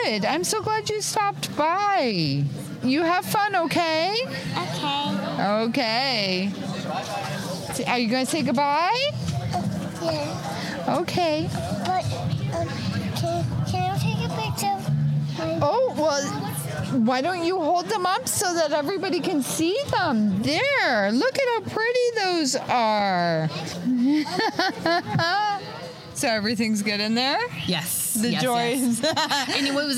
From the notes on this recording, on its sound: Terra Green Gardens Store in Amherstburg, Ontario. Today I sat down in the street outside the store during Open Air. It was great to be out amongst the people enjoying the sunny summer day.